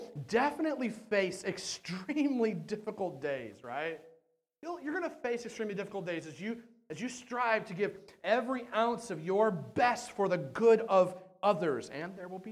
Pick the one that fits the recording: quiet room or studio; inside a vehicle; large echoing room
large echoing room